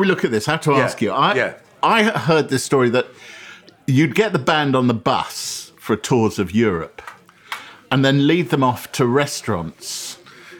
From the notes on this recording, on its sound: share a meal courtesy of the wine workshop and kitchen 28-50 in Kensington, London